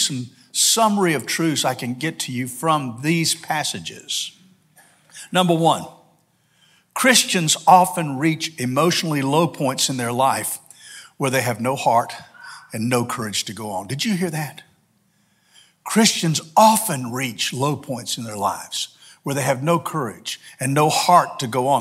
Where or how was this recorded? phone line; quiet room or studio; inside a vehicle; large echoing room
large echoing room